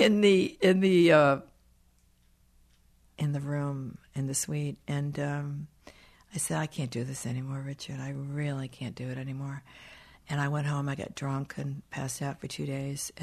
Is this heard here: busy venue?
no